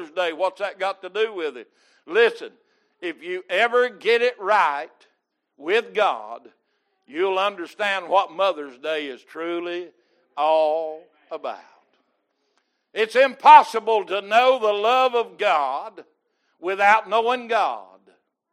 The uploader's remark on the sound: Recorded May 8, 2022 - Sunday Morning Service